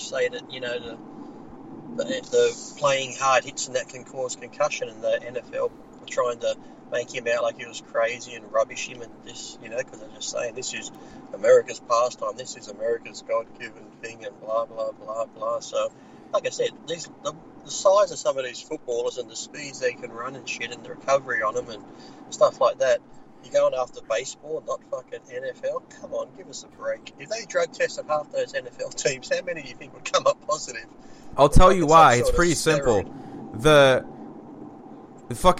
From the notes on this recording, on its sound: Records from the car on his trip across Australia.